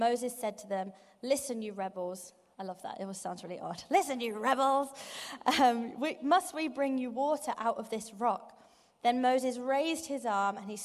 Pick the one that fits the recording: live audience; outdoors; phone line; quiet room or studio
live audience